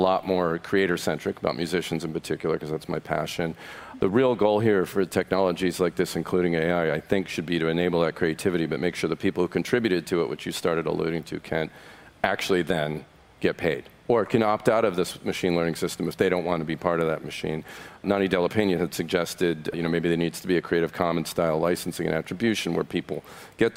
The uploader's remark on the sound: I had a chance to participate in a panel discussion. On the main stage of Augmented World Expo on the opening day.